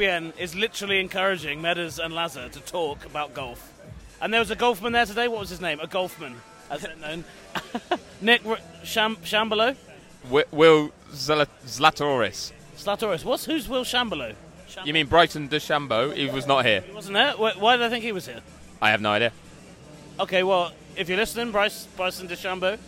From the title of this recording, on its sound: Loud noises from an Austin bar